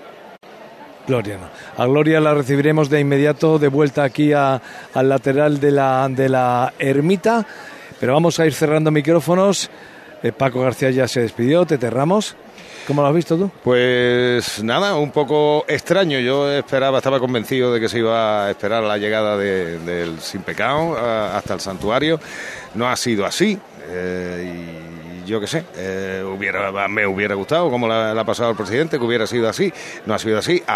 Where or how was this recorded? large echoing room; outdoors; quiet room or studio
outdoors